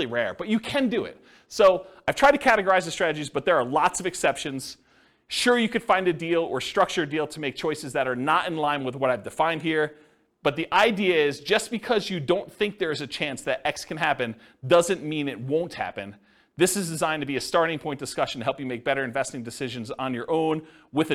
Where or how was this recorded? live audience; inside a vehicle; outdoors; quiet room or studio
live audience